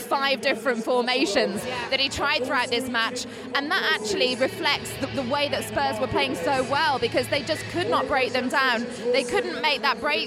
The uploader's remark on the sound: This special show comes live from Spurs' stadium